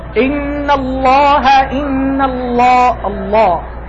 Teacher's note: عند تفخيم اللام في لفظ الجلالة فإن تفخيمها يفوق تفخيم الطاء